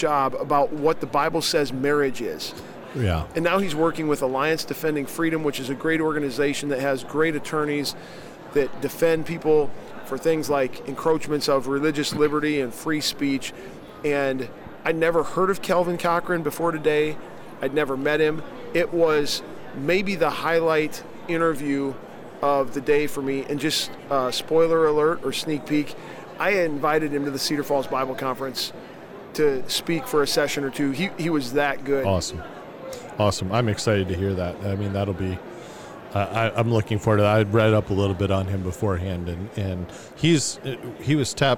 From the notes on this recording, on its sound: LIVE from NRB 2022!